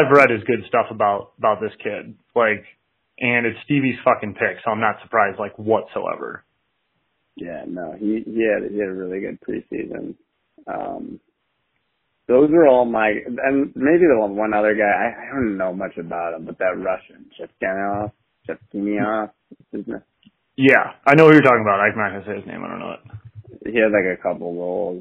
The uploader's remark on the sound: to call in from Cleveland